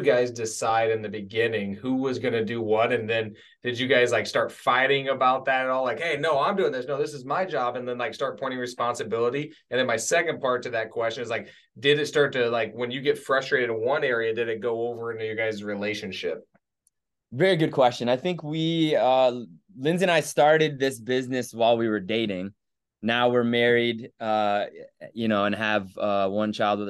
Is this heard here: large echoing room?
no